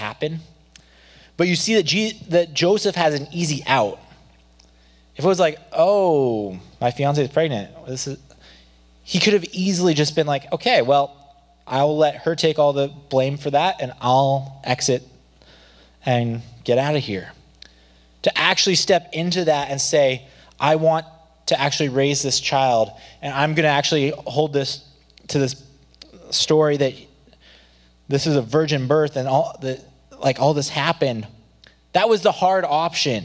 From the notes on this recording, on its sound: Below you’ll find an audio only recording of our service. Cedar Valley Church.